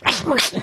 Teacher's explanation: So you use a lateral lisp.